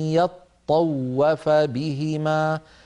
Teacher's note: يطوف فيها طاء مشددة لابد من بيانها وهي طاءان، والواو أيضا مضعفة فهي واوان، يطوف لابد من بيان التشديد